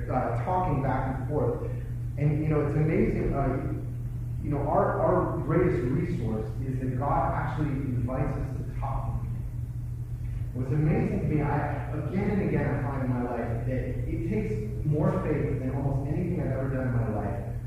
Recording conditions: poor sound quality